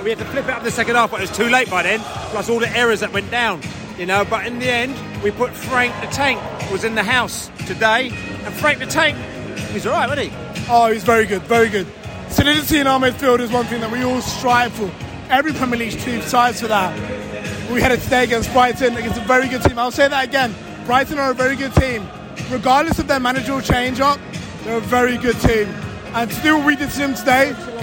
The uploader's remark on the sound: post-match podcast from the stands